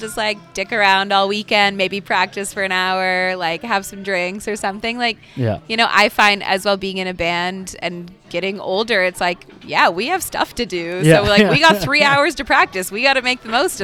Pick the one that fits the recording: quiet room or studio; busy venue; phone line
busy venue